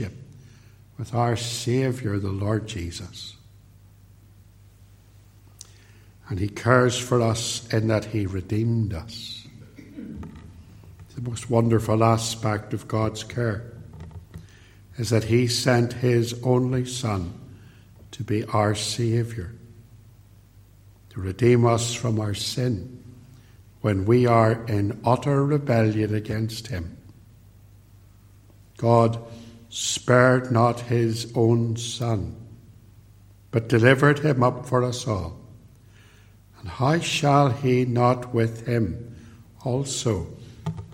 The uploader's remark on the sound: preached at Templepatrick Reformed Church